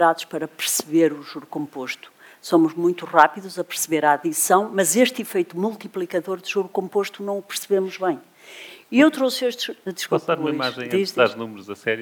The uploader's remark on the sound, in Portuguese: conversa que foi gravada ao vivo, no dia 3 de Novembro de 2023, a propósito do Festival Literário Utopia, em Braga